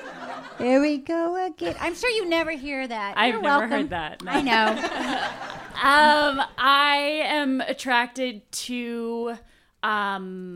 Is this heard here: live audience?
yes